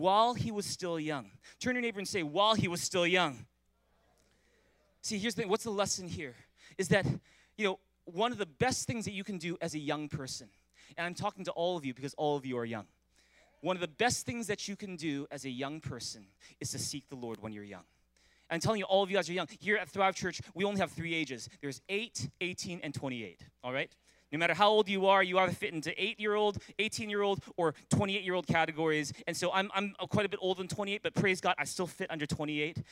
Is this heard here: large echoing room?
yes